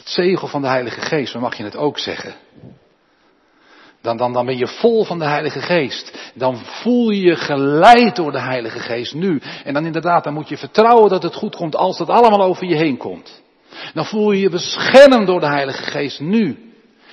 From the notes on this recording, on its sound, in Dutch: De preek is op 13 maart opgenomen in de Jeruzalemkerk in Groningen.